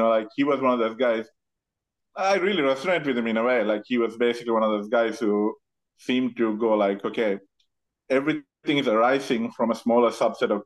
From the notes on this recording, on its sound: This conversation takes place over Zoom and so the sound quality reflects this.